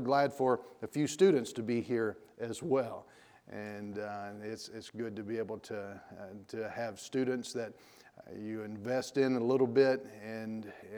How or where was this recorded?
large echoing room